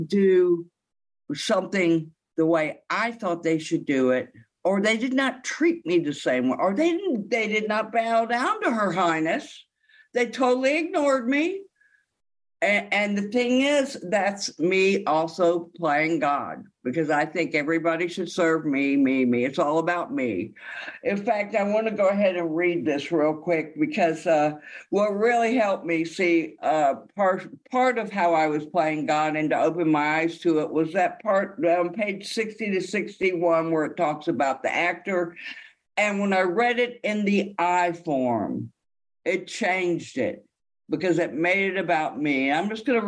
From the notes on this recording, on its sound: This speak is from the Sunday Sheffield As Bill Sees it zoom meeting. In the UK.